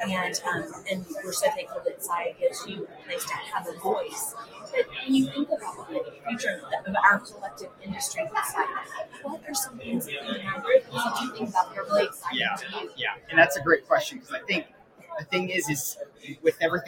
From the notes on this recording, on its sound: Live at the SIIA 2022 Engage Conference